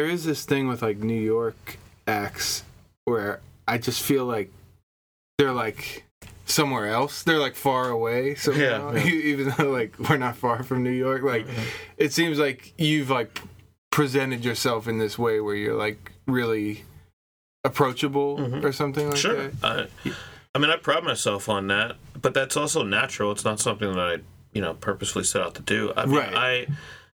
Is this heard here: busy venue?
no